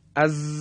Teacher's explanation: فرضاً میگیم از، این ز که تلفظ میکنیم تار صوتی مرتعش میشه · Term: صفت جهر